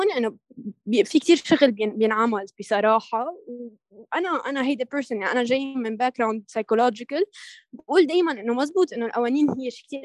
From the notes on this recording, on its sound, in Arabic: تمّ تسجيل المقابلات مع الضيوف عبر تطبيق زووم نظرًا لصعوبة التنقلات وتوفيرًا لوقت الضيوف.